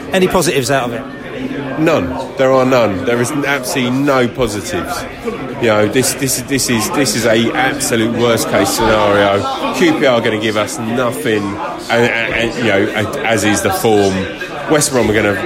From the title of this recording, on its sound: post-match podcast from the pub